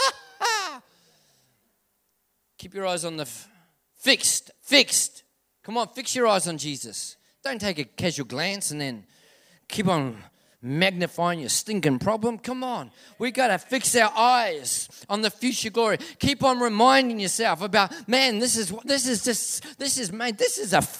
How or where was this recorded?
large echoing room